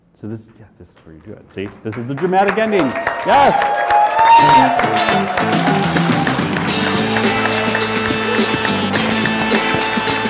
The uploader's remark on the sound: We were fortunate enough to be invited to serve as keynote speakers for the Ohio ACAC conference in March. We present you the unedited audio recording from inside the room. Being in Toledo.